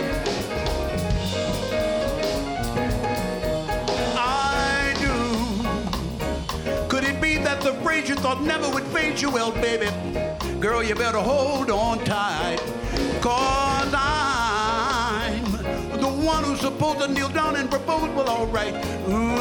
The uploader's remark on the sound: Live at the South Point Casino